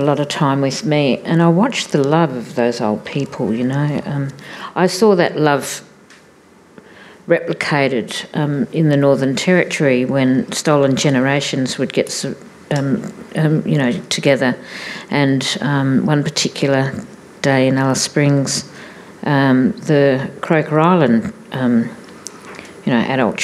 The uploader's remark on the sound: This event was recorded on Monday 7 November 2022 as part of the Wheeler Centre's Spring Fling: A Short Series of Big Ideas program.